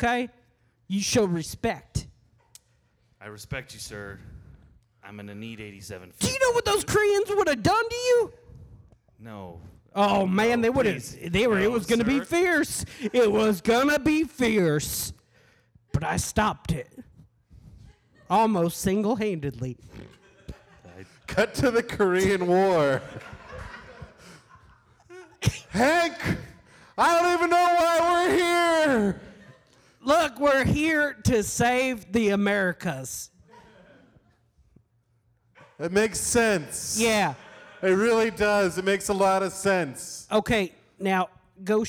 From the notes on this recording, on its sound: The One Year Anniversary Celebration LIVE at The Fourth Street Theater in downtown Des Moines.